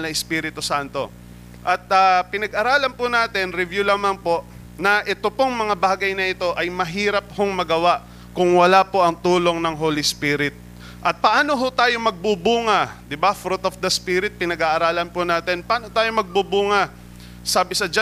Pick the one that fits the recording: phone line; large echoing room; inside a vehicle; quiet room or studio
large echoing room